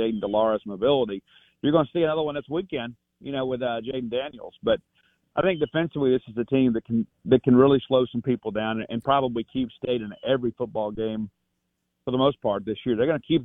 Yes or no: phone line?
yes